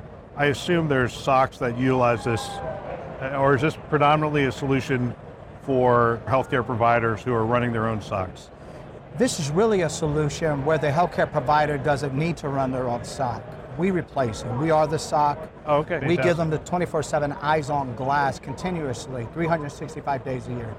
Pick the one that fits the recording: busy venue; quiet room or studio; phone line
busy venue